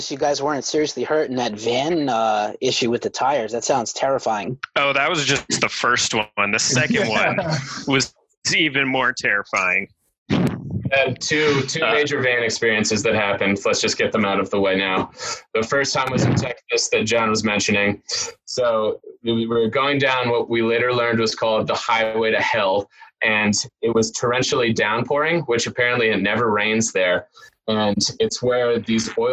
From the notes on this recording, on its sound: We talked to the entire band over zoom